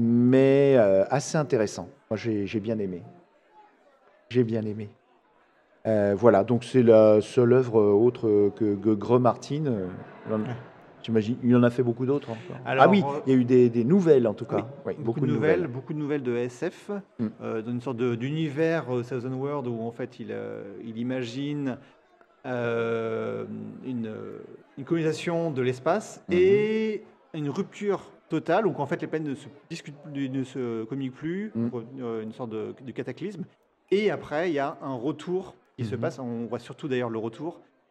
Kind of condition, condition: setting, busy venue